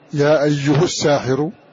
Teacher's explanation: إتباع الياء التي قبلها أيه، فأتبع الهاء ضمة الياء التي قبلها، هذا معنى قوله على الإتباع، فضم الهاء وأتبع إتباعا لضمة الياء التي قبله، وهذه قراءة سبعية متواترة.